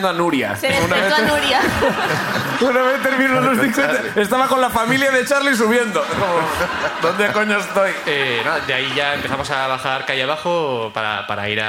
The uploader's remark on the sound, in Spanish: La Ruina desde Bilbao. Sube el público de Bilbo.